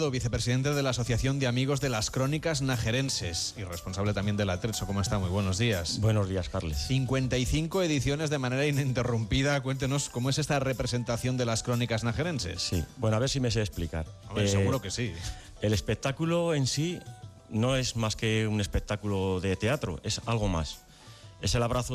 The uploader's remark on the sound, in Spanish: Haro, en La Rioja, el lugar al que se ha trasladado el equipo de Gente viajera. En directo, desde el Museo de Arte Contemporáneo “El Torreón”.